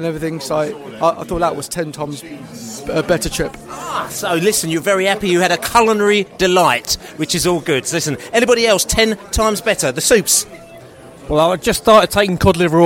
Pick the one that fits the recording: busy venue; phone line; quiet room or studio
busy venue